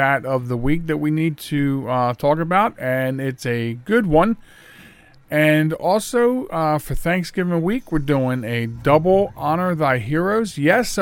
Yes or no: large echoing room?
no